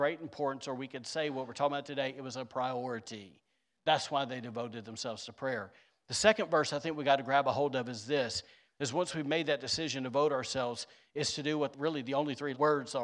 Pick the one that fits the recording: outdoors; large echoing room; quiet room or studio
large echoing room